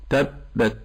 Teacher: نهتم بحرف الباء في تبت، كما قلنا لا يخرج معه صوت من الأنف، لا أقول تم، هذه الزنة خطأ.